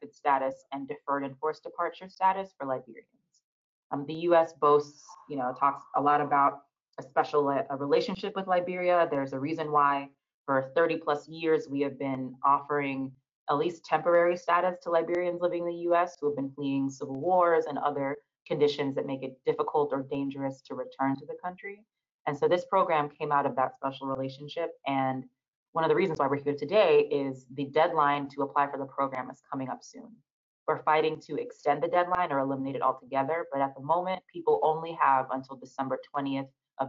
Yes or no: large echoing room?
no